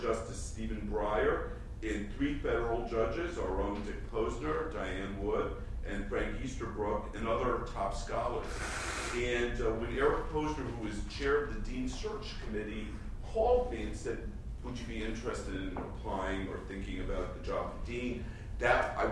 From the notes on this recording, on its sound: Crime in Law and Literature Conference Plenary Talk and Panel. At the University of Chicago Law School.